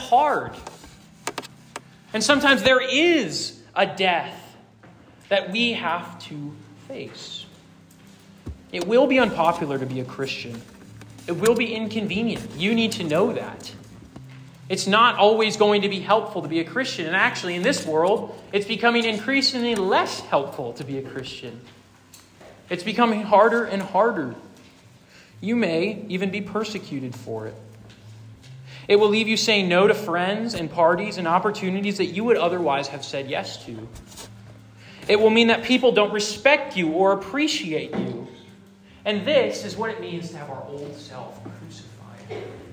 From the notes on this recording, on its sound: Rooted Retreat 2023. This sermon was preached to a Junior + Senior High audience.